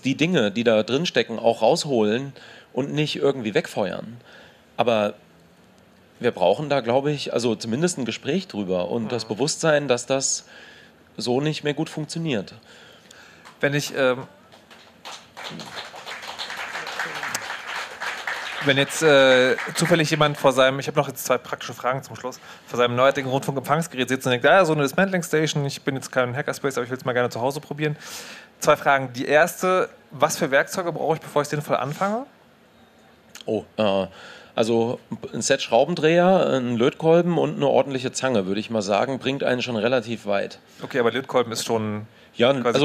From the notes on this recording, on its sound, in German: Chaos Communication Camp 2019. Es ist wieder Camp und das Chaosradio ist zu Gast, live on tape auf der Three-Headed-Monkey-Stage.